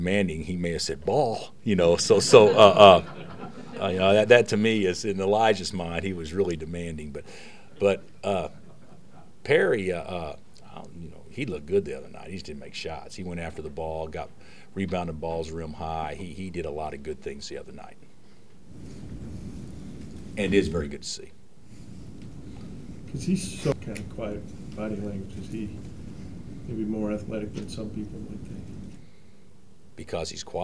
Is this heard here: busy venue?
yes